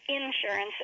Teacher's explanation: a lot of people use insurance, the emphasis on the first syllable